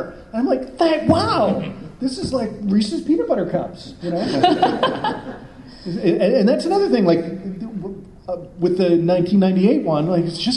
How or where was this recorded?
live audience